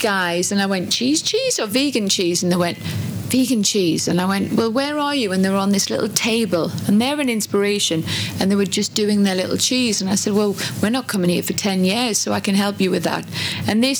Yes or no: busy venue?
yes